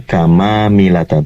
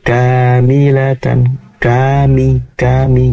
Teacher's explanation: Tadi yang kami dengar kamamilatan, seakan-akan ada mim lagi setelah ka. Jadi habis ka langsung mim, satu mim saja · Shown in: second take